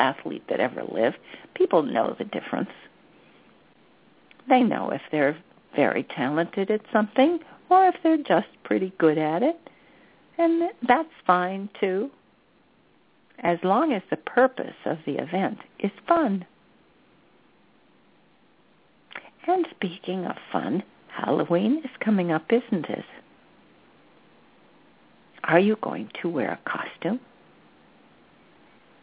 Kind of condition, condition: link, phone line